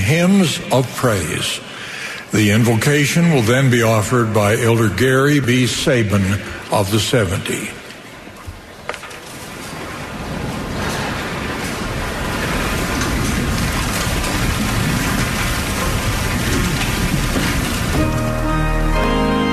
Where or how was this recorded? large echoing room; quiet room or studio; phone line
large echoing room